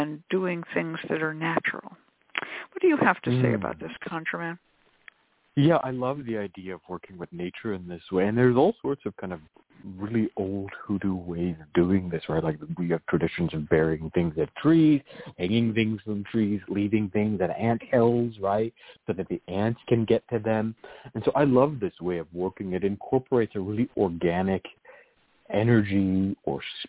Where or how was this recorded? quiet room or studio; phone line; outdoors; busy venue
phone line